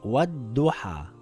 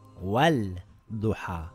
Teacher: The shadda has already been placed there for us. The lam becomes silent and it will read wad duha and not wal duha. · Shown in: first take · Term: sun letter